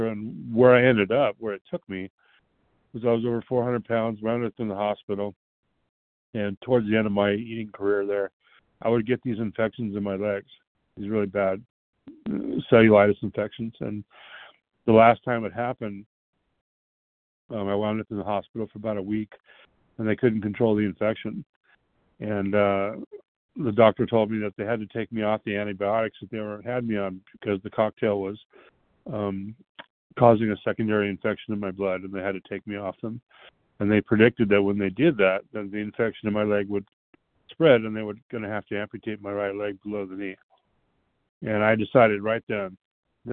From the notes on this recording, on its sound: 100 Pounders Phone Meeting, 1/29/23.